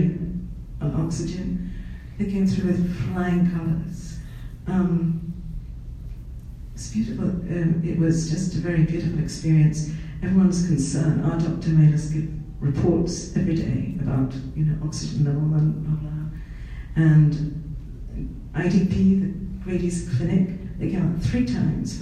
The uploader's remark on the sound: Presented to the 20/30Somethings ministry.